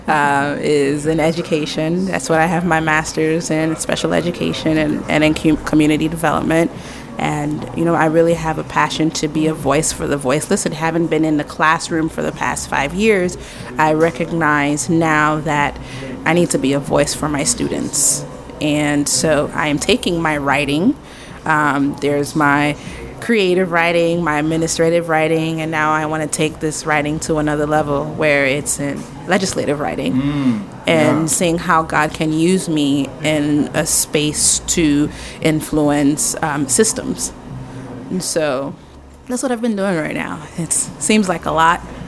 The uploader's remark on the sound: Live on location at Harold's Coffee.